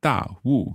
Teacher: So that's fourth tones each word, da and wu